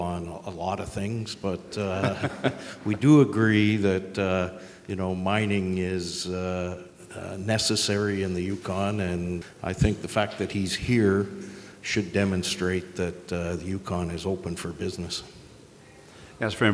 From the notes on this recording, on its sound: This episode features the Yukon Territorial Panel at The Northern Miner’s annual Canadian Mining Symposium held at Canada House in London, U.K., earlier this year.